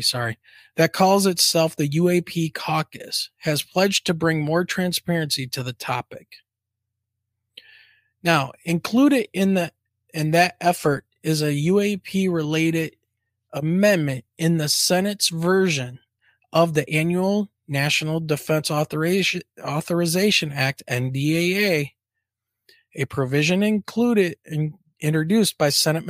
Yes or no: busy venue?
no